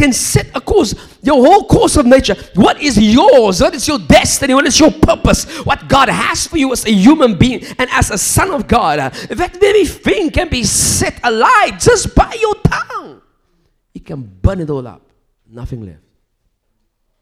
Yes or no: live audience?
yes